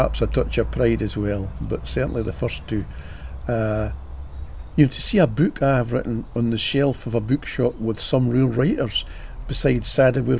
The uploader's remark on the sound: Recorded in the great outdoors in compliance with the pandemic public health rules.